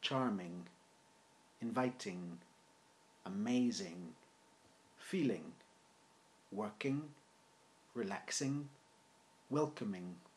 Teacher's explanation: I wouldn't cut off the ng so it sounds like n. It sounds lazy, and I certainly wouldn't do it in a formal speech.